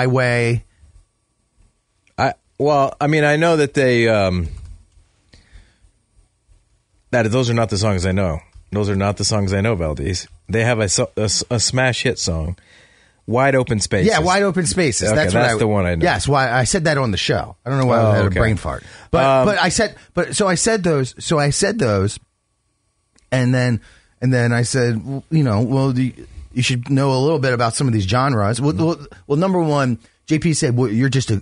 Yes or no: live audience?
no